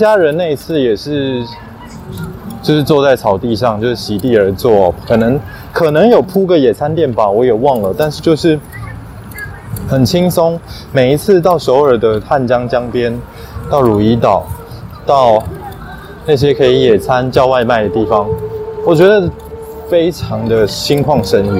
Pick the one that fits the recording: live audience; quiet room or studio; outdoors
outdoors